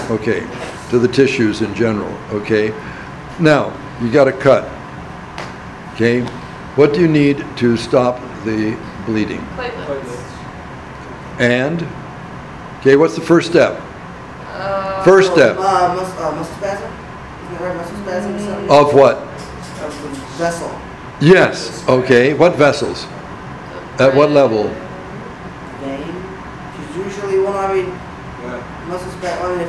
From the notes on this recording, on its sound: Recording of discussion with the class on the midterm.